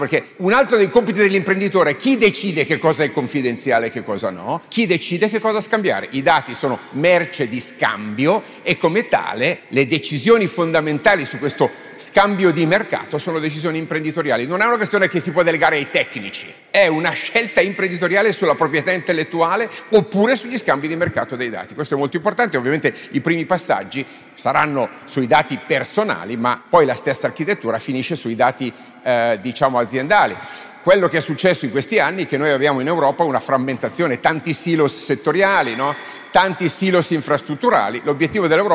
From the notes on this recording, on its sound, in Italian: Un Don Chisciotte live registrato a Pavia in occasione di "Pavia Capitale della cultura d'impresa" davanti ad una platea di imprenditori di PMI.